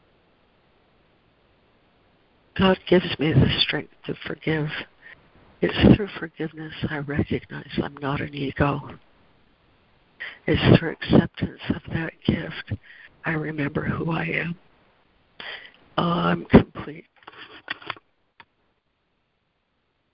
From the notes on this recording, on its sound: ACIM Daily Conference Call